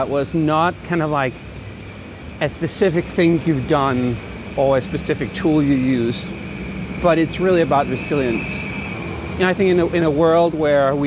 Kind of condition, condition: setting, outdoors